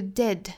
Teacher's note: 这里面的元音呢，是发成一个 a 的元音，比刚才我们发 did 里面那个 a 要更大一点点